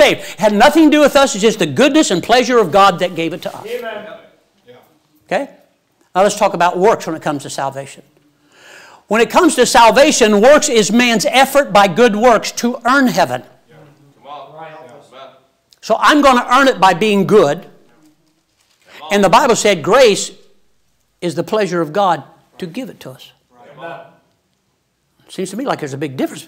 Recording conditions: large echoing room